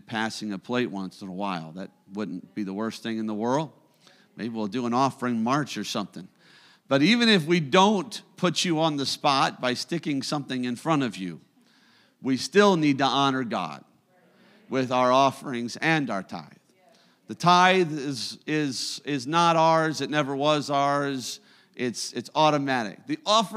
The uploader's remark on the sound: a service recording from Connect Point UPC